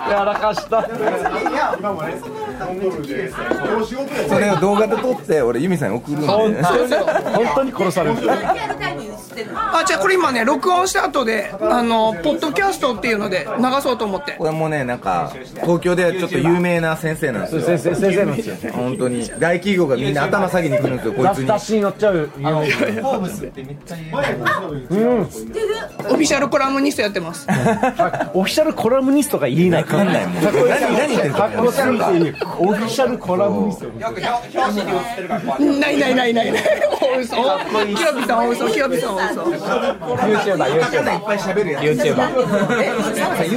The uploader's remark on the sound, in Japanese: 大阪の西成の酒場で録音！朝からビールを飲みながらわいわい話てます。